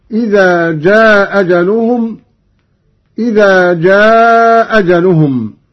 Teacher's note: بإسقاط الهمزة الأولى وله القصر والمد هكذا: إذا جاء أجلهم، إذا جاء أجلهم.